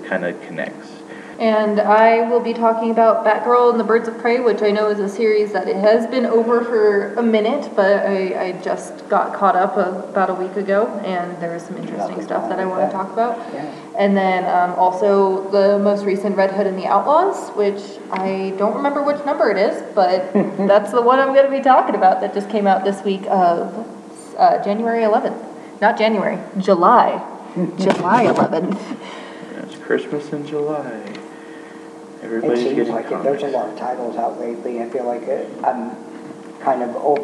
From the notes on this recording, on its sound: technical difficulties run a muck